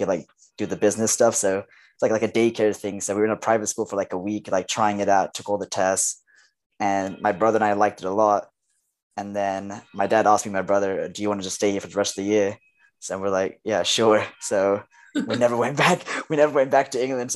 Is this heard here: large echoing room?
no